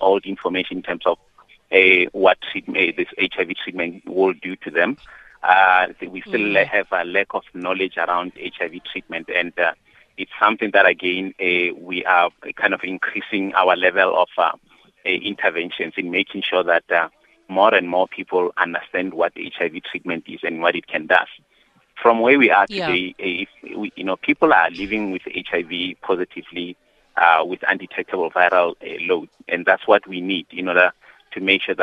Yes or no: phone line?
yes